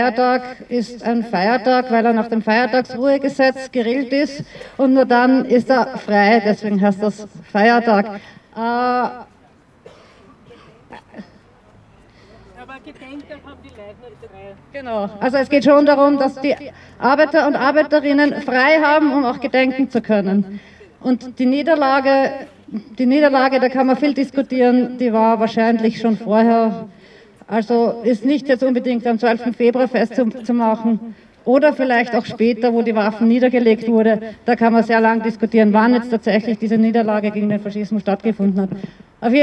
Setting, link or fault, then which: setting, outdoors